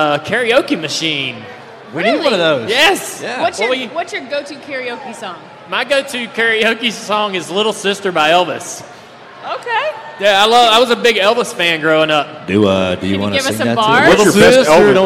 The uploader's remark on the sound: LIVE in Vegas. Live in Las Vegas at NASCAR After The Lap.